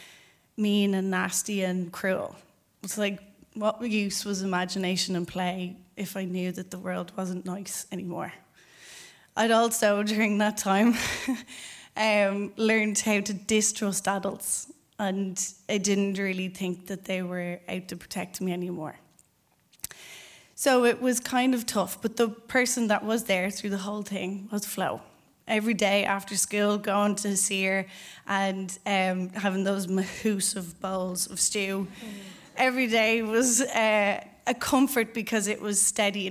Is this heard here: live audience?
yes